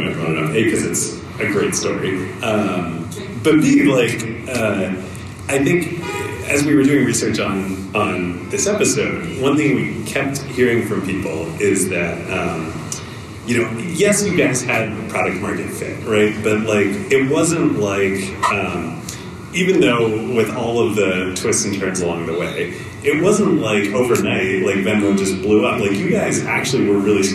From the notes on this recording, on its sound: Our first-ever SF live show. In front of a packed house. Note: the audio quality is a little rough due to some A/V issues at the live show.